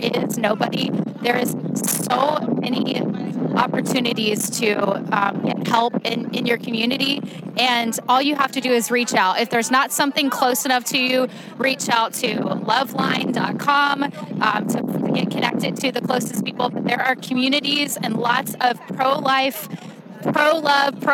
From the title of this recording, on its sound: Live From The March For Life in D.C.